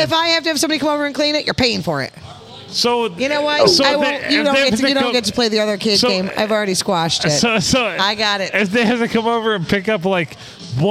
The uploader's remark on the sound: Recorded at the famous Blue Water Sports Bar and Grill in lovely downtown Port Sanilac on a Sunday.